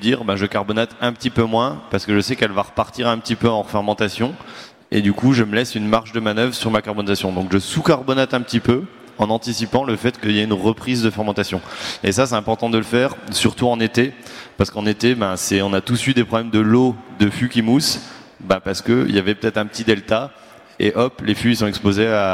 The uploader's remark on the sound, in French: Conférence enregistrée le samedi 22 octobre 2022, au Salon du Brasseur. Conférence enregistrée le samedi 22 octobre 2022, au Salon du Brasseur.